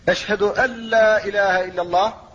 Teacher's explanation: فلا تظهر النون ولا غنتها، لأن النون أبدلت لاما فادغم اللام في اللام · Term: إدغام خالص